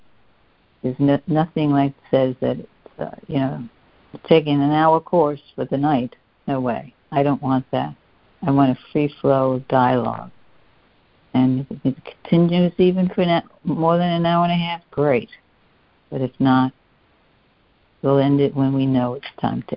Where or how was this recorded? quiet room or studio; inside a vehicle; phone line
phone line